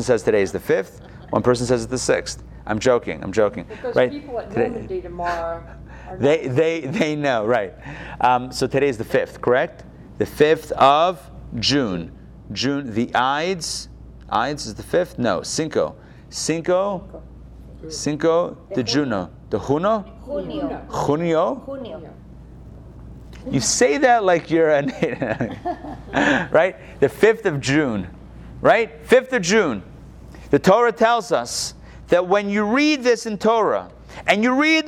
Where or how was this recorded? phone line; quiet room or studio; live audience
live audience